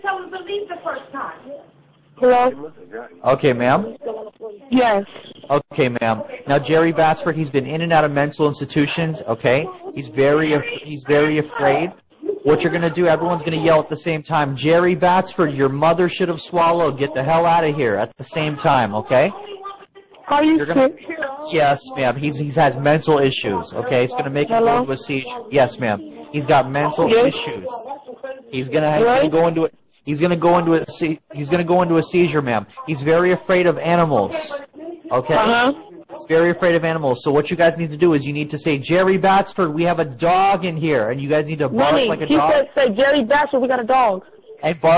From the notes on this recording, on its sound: Prank Phone Calls.